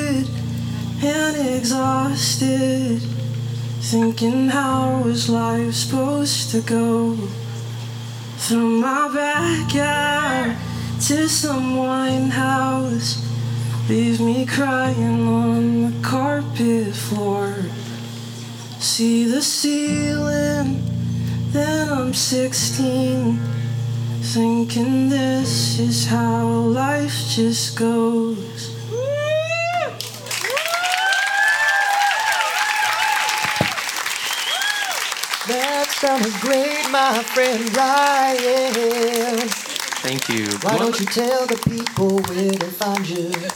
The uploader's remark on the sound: Recorded live at Late at the Lake, at Mozart's Coffee Roasters in Austin, Texas on Tuesday, May 23rd, 2023, outdoors on our main stage.